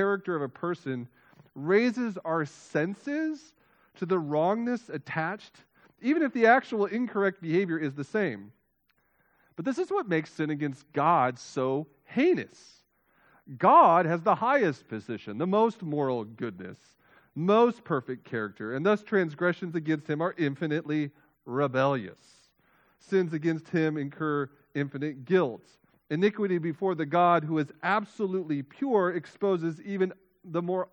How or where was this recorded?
large echoing room